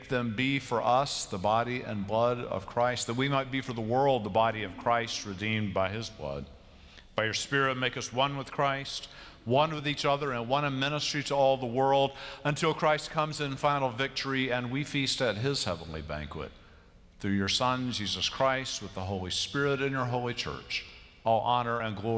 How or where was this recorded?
large echoing room